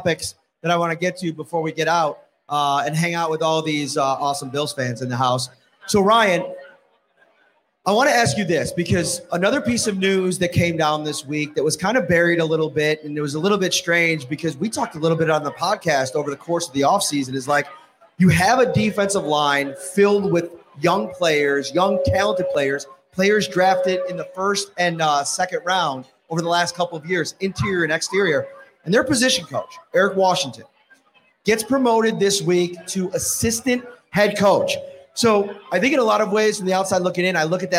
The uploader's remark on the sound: Live from Wingnutz